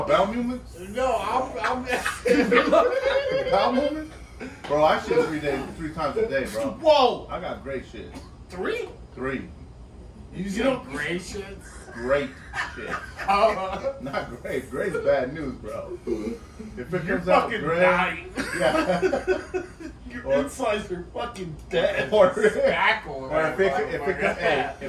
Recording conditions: poor sound quality